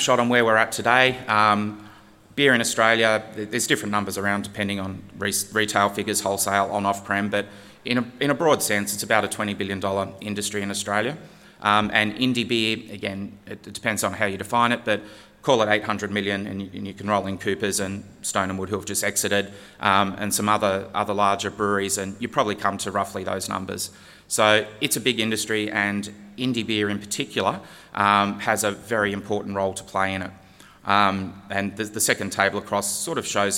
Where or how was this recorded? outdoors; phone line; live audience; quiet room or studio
live audience